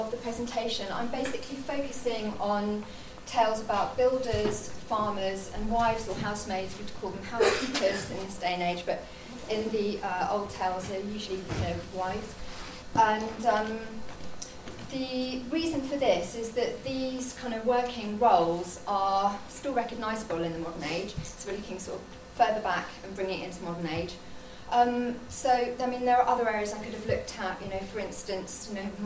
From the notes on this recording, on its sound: This episode features two guest speakers, recorded live at the flagship conference of The Folklore Society in 2018, held at the Museum of English Rural Life in Reading.